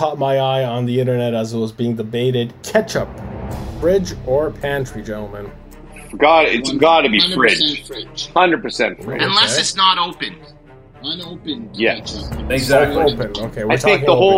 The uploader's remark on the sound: An episode adventure filled with technical problems, logistical issues and human closeness.